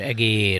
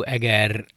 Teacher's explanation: Mert egér az hosszú, eger lett, az meg rövid.